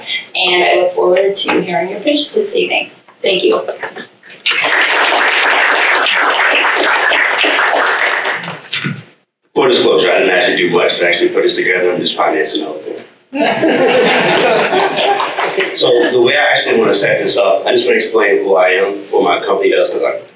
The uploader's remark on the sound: A replay of the CavnessHR Pitch competition hosted by Washington Maritime Blue.